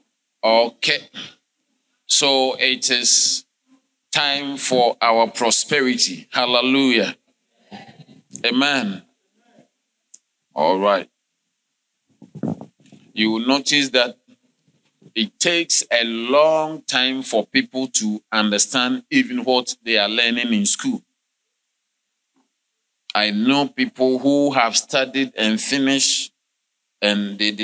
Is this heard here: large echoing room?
yes